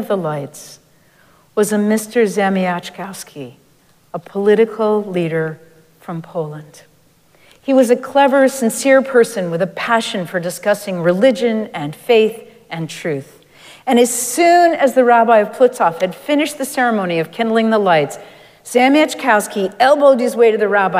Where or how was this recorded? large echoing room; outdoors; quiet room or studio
large echoing room